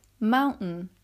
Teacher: In a word like mountain, the T wouldn't be pronounced at all